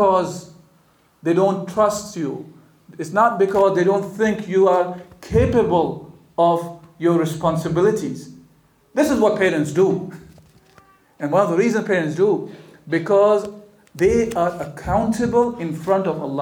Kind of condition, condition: setting, live audience